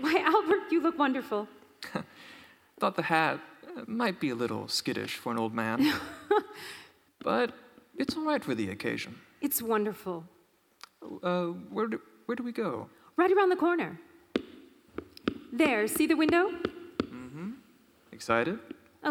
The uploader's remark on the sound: Re-Imagined Radio sampled from the 2019 live performance by actors from Metropolitan Performing Arts and other community volunteers recorded in Kiggins Theatre, Vancouver, WA.